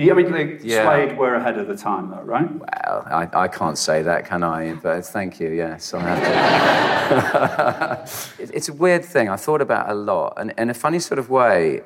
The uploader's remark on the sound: Live at The Rio Cinema in London.